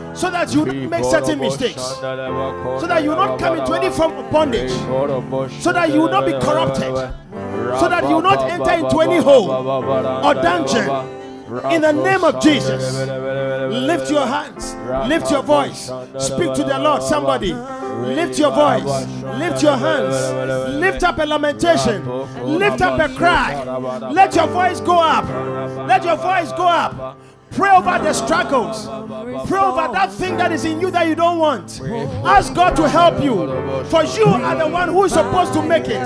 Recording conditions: live audience